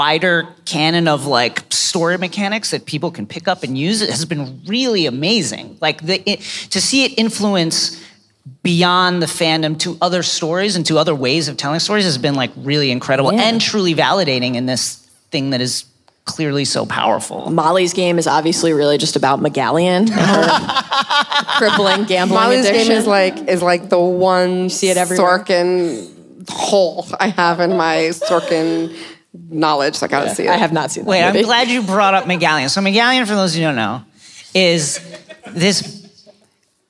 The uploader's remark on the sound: Live From LeakyCon 2018.